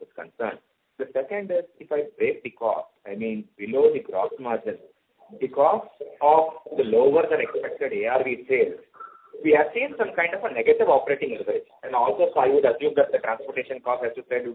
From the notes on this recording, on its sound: Results discussion/conference call for the quarter ended Sept.